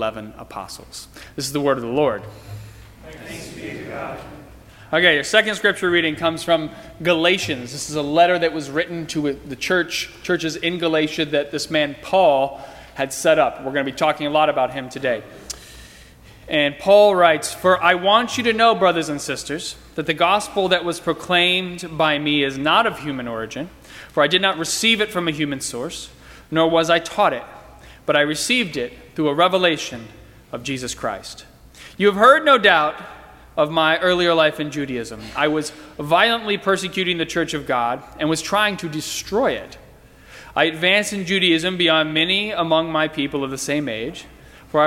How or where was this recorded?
large echoing room